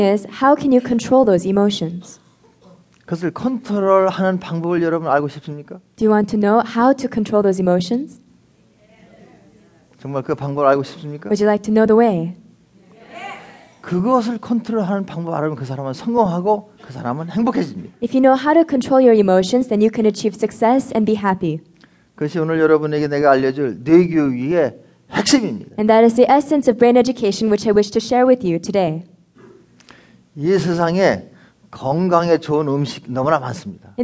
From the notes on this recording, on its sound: recorded in front of an audience at the Los Angeles Wilshire Plaza Hotel in 2009